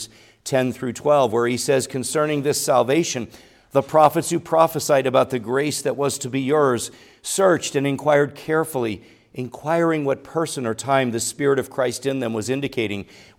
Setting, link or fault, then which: setting, large echoing room